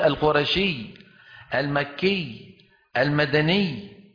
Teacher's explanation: عندما يقفون على أمثال هذه الياءات يقفون عليها بضغط زائد من الحرف الذي قبل الياء · Term: النبر